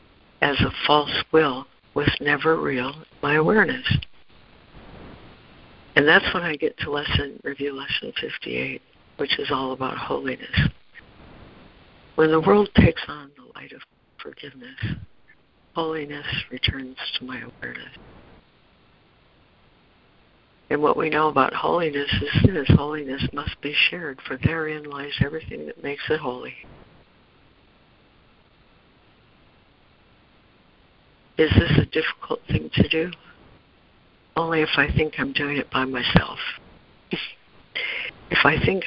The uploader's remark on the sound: ACIM Daily Conference Call.